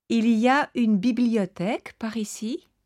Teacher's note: So, to recap, in French, you can get away without a real question form by using the rising intonation